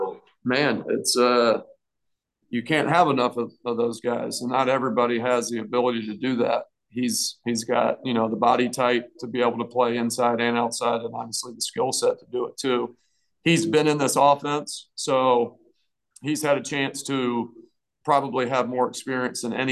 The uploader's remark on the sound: Both Bulls coordinators sit down for a chat. Assembled media on Zoom each Wednesday.